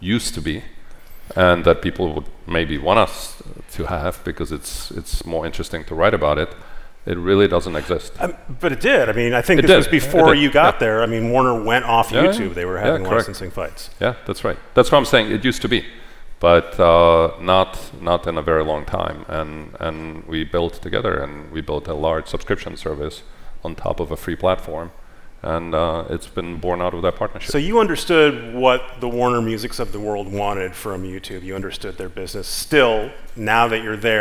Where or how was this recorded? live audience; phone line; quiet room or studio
live audience